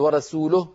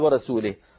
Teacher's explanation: يعني الضمة تحولت إلى كسرة · Shown in: second take